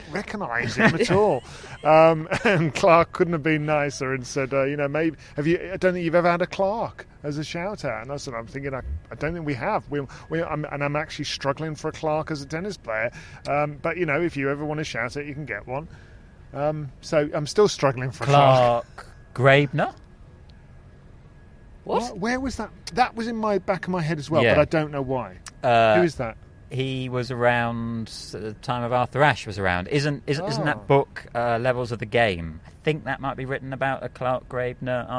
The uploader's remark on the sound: Live from Wimbledon